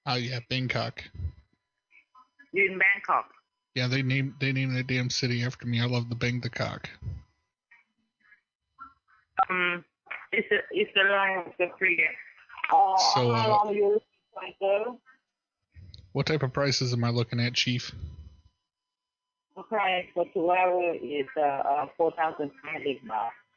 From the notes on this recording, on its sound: Prank Phone Calls Collection